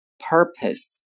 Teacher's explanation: 第一个音节 UR 是卷舌音，而第二个音节 PO 这个 O 呢发的是是不卷舌的